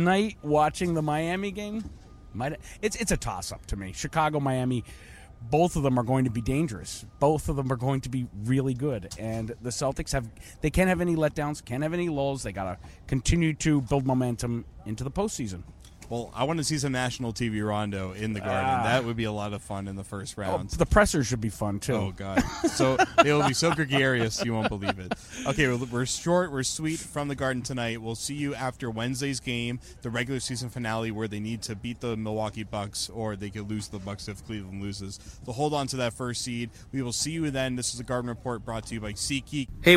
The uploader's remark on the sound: Full Report from TD Garden